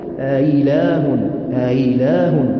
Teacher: وهمزة مكسورة متردده بين الهمزه المحققه والياء · Term: الهمزة المسهلة